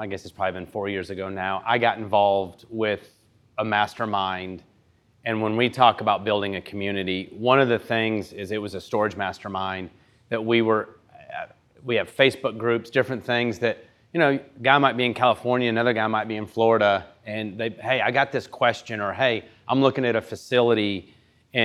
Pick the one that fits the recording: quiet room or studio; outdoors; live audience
live audience